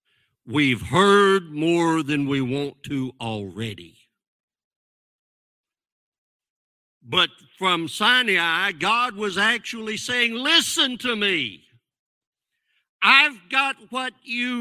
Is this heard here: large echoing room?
yes